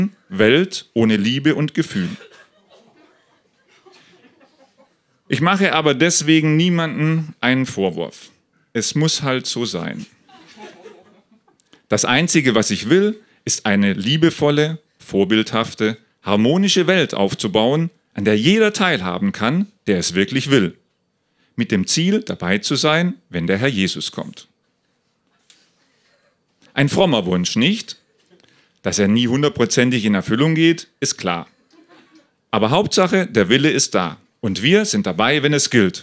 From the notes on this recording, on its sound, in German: Ausschnitte aus der Veranstaltung vom 09.03.2018 in der Hafenschänke Subrosa, Dortmund. Heißen Dank an das Subrosa, unser tolles Publikum.